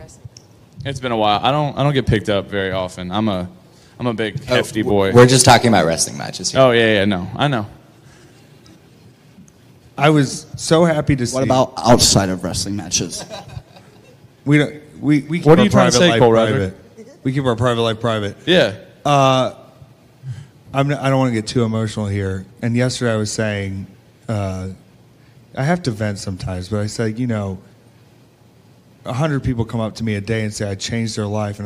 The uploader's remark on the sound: LIVE PODCAST RECORDED AT STARRCAST CHICAGO 9/3/23